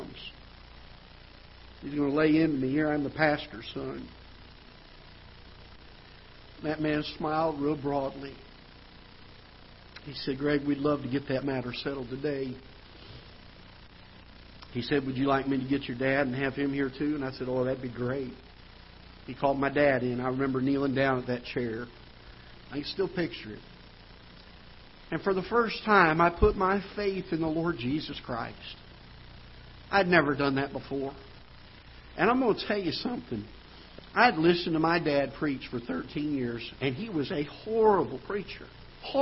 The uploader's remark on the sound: Ketha Heights Baptist Church ~ Live Broadcast